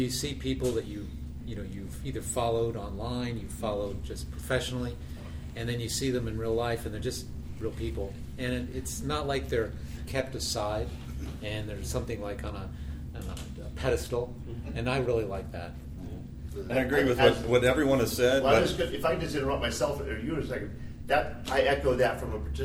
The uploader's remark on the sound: Recorded live at the Out of Chicago Conference.